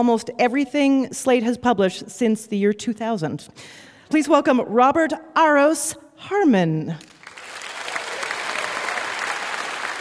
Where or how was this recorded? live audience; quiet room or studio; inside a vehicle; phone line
live audience